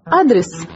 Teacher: you say address with the intonation on the A